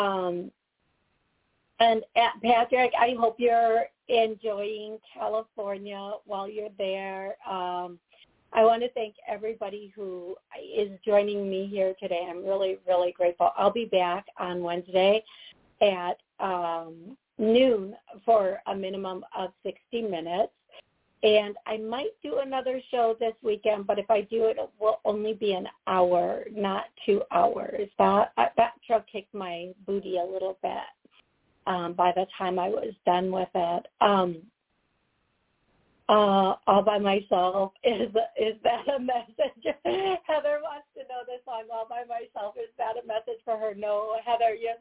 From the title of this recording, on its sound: Live Call